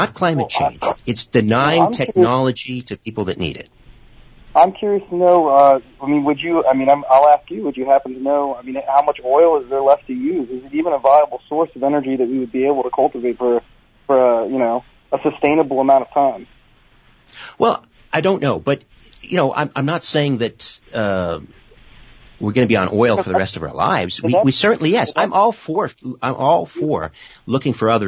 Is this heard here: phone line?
yes